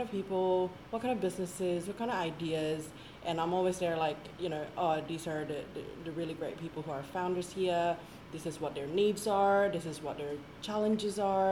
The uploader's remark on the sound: this very episode was recorded, edited and produced on location but, full disclosure, not in the spiffy dedicated podcasting facility, hence the low-level bg noise